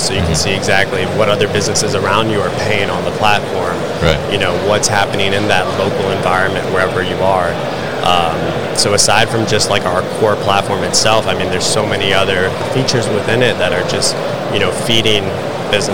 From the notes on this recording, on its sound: Veryable at MODEX 2022